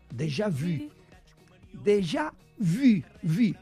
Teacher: Amb una V labiodental i amb una I labialitzada. És a dir, perquè la U sona I labialitzada en francès.